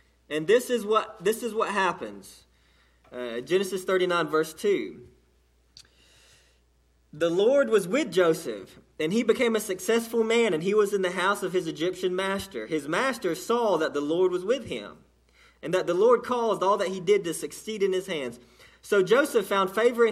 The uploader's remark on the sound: delivered to Cottondale Baptist Church in Eastman, GA on 6/3/18